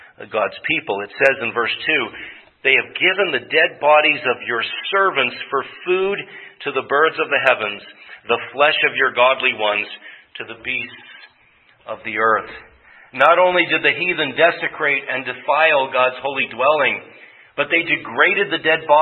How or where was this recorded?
large echoing room